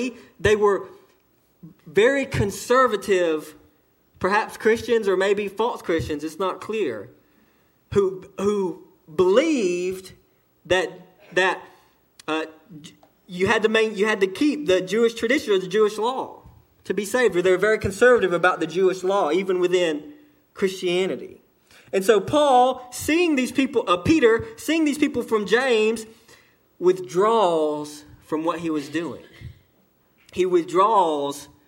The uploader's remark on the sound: delivered to Cottondale Baptist Church in Eastman, GA on 2/18/18 during the 11:00am service